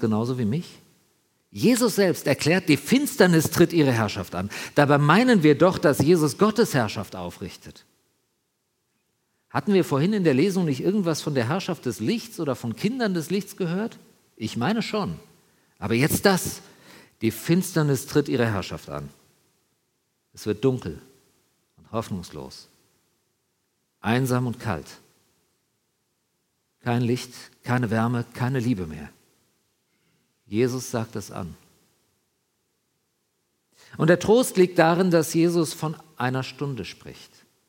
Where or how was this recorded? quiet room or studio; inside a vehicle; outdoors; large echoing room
large echoing room